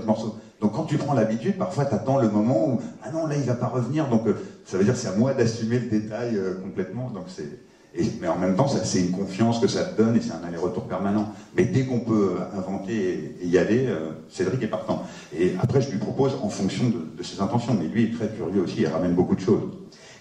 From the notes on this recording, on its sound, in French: Au Kosmos. S'est tenue en public au cinéma Le Kosmos le 14 avril 2013.